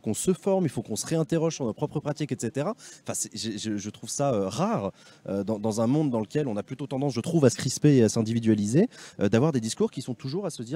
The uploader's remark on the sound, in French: Émission réalisée en direct des Universités d'été de Ludovia, à Ax-les-Thermes, en partenariat avec la Ligue de l'Enseignement.